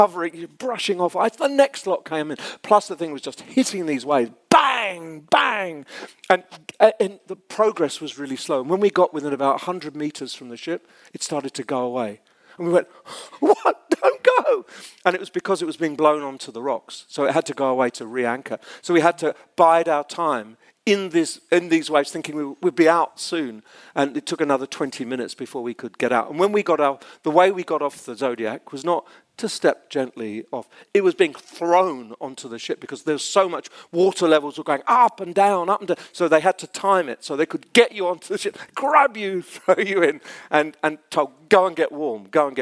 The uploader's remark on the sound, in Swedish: en inspelning av ett livesamtal från scenen på Learning Conference i september 2023 i Stockholm